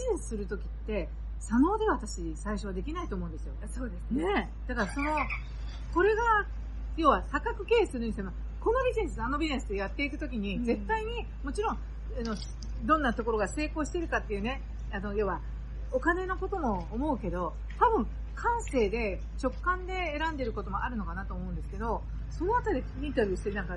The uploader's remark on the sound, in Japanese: 室外での収録のため、大変聞きずらいと思いますが